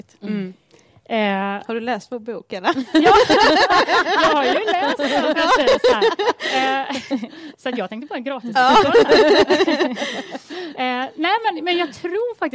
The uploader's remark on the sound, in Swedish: Livepodd inspelad hos Unionen Göteborg den 11/4-19.